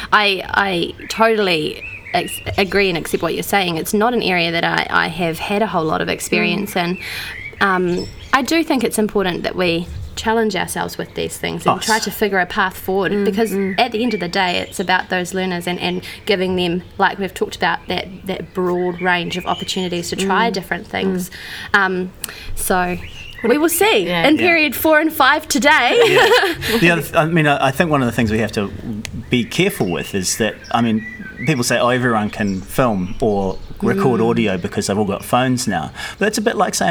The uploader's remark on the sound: We recorded this one, for the first time, during the school day - during a 'free period' - and sat outside in the courtyard by the staff room and there was a chorus of birds to accompany our thoughts.